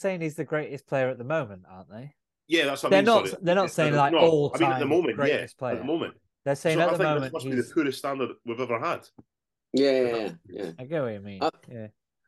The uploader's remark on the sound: Chatting over zoom